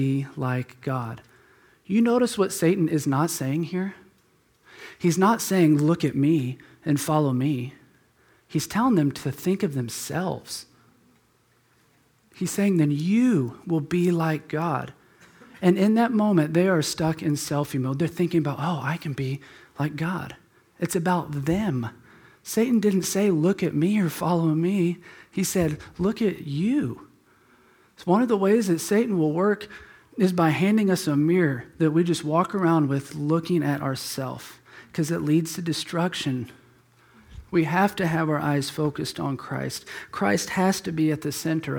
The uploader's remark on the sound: Preached at Emmaus Church on Sunday, October 20th, 2019.